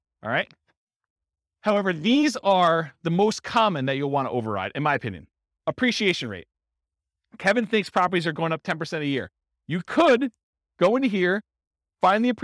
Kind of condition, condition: setting, live audience